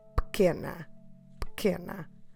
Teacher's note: We're stressing que, the second to last syllable in the word. So it means that the other E, the first one, we will drop it.